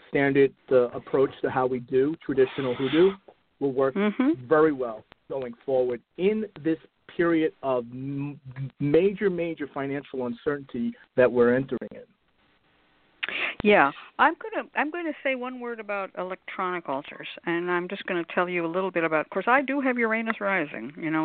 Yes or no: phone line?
yes